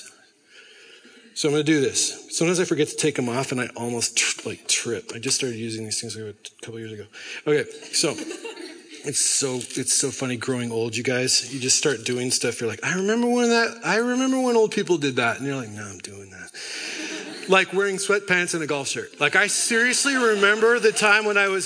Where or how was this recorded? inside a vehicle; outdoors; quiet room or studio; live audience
live audience